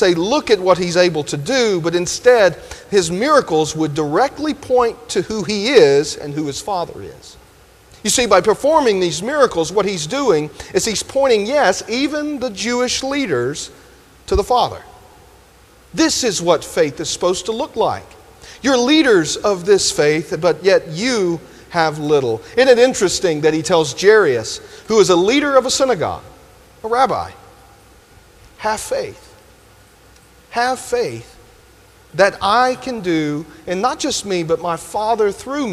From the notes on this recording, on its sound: delivered this sermon at Grenada First UMC